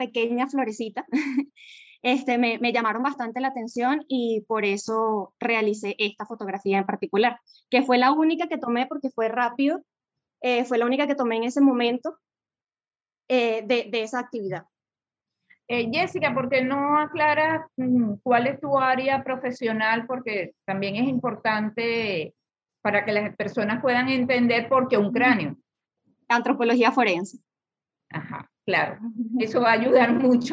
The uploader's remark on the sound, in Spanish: este episodio grabado en videoconferencia